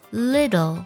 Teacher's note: 美式的发音当中呢，我们会将 little 当中的 t 浊化成 d 的音